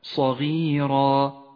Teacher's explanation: إذا أردت أن تقف على كلمة صغيرة فقف بألف زمنها حركتان هكذا صغيرة، ويسمى هذا المد مد العوض.